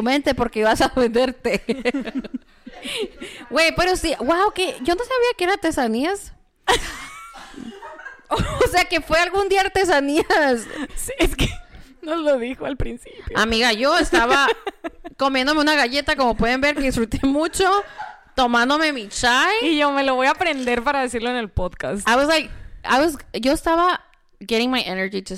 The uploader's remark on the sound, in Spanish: Regresamos con un episodio muy especial grabado en vivo con audiencia en our new favorite tea house, Zanati!